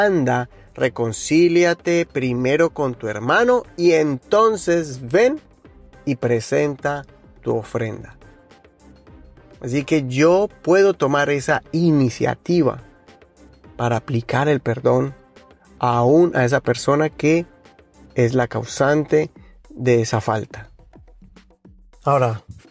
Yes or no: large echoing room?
no